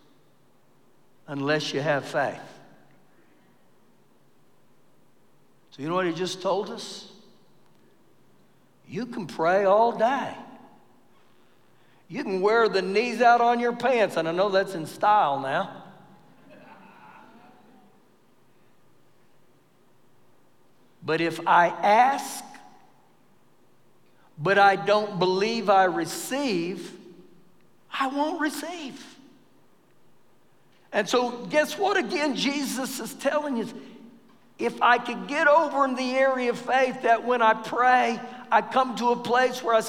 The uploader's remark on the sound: Recorded live during our Wednesday night service